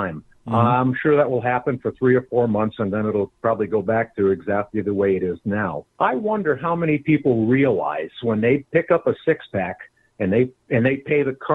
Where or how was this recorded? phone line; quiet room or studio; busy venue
phone line